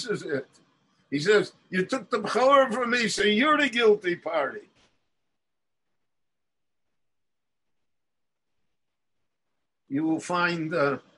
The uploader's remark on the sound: The following lecture was delivered LIVE in Jerusalem via Zoom on December 31, 2020.